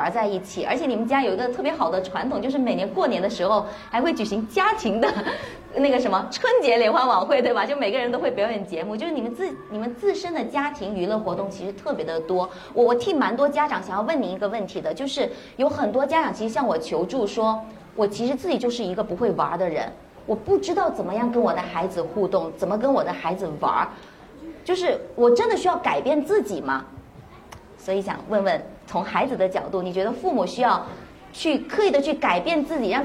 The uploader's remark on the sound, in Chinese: 是她在抓马中心的东广场的一次分享录音